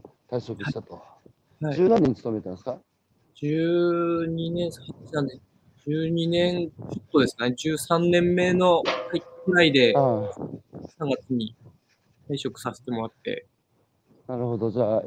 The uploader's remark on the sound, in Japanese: 歩きながら1時間ある、対談する